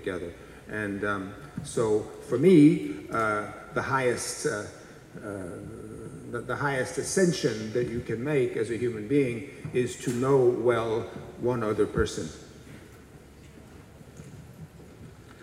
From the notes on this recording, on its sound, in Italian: Al Festivaletteratura 2015.